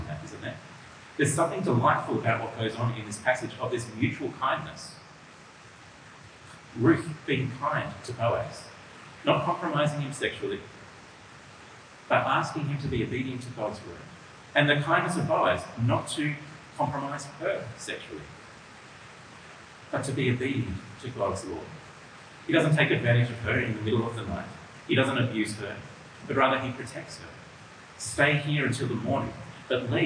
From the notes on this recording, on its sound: This audio has a fair degree of reverb.